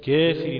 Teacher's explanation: التقليل ده شبه الإمالة كده بس هو قريب قوي للألف منها إلى الياء. أما بالنسبة للإمالة قريبة جدا للياء.